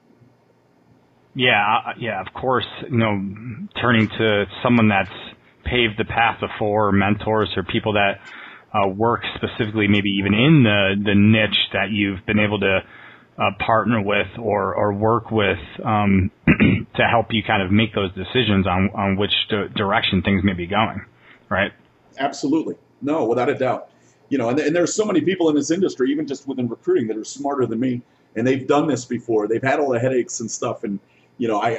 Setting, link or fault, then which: link, phone line